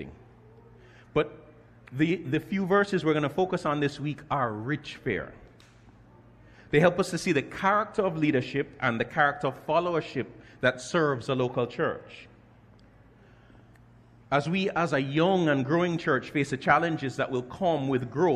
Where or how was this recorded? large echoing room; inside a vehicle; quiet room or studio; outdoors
large echoing room